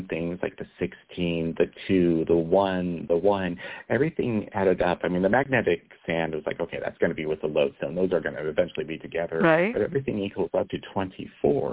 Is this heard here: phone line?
yes